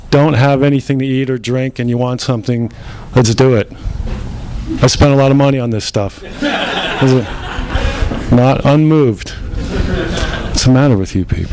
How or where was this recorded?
live audience